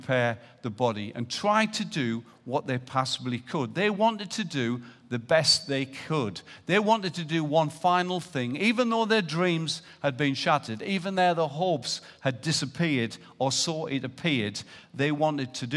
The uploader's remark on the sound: Recorded live at Life Church Lancashire on Sunday 4th November 2018.